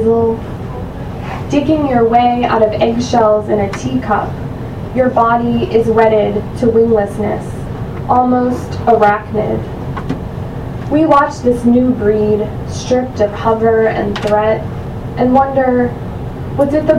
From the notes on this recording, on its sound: I did some stealth recording at an open mic in Annapolis